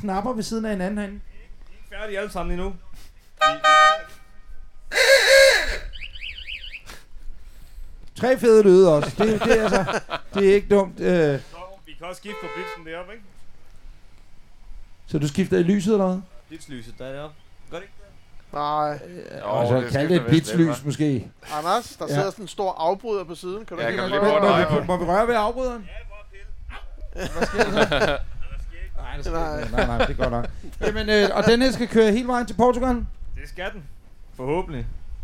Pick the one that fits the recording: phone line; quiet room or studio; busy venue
busy venue